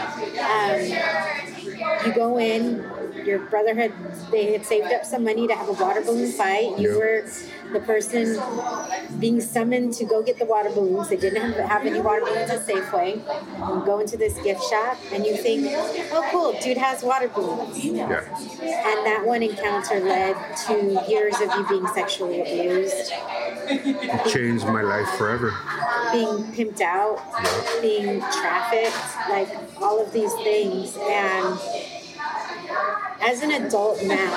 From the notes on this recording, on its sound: Thank you WetStone Wine Bar for hosting